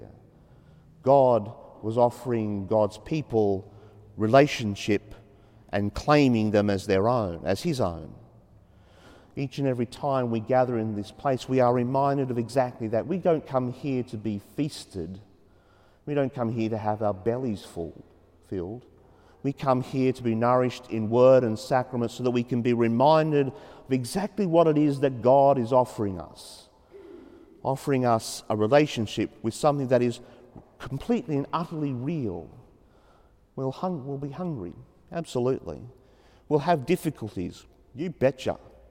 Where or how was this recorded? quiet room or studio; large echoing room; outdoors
large echoing room